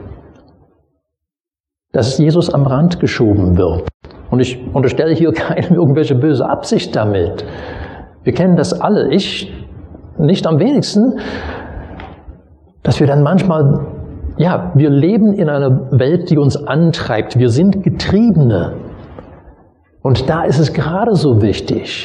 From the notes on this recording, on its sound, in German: Predigt aus dem Gottesdienst vom 22.